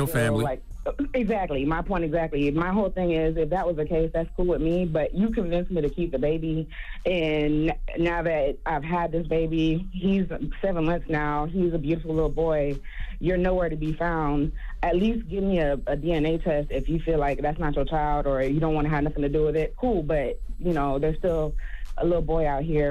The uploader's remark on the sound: We opened up the phone lines to hear the listeners stories.